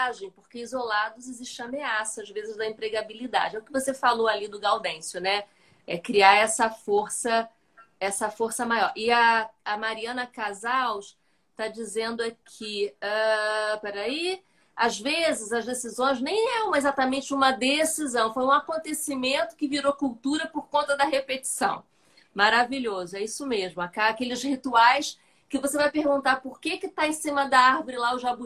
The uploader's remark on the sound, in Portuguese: Live realizada no Instagram em 07/10/2020.